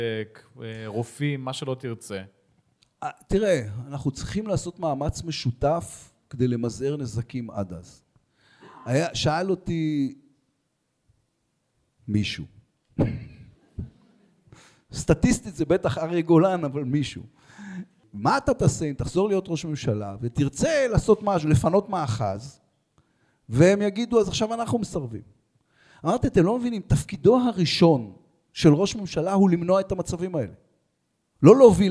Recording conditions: live audience